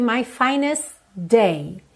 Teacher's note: Na hora que eu teria o T, na verdade eu já tenho o D do day